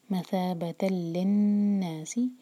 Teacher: تا کو لام سے جوڑیں گے، ادغام بغیر غنہ کے اور نون پر غنہ